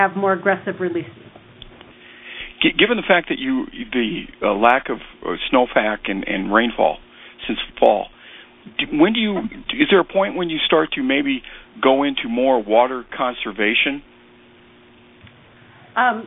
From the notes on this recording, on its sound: Twice monthly conference call with Corps of Engineers, Climate Prediction Center, congressional delegation, tribes, states, local and county emergency management officials.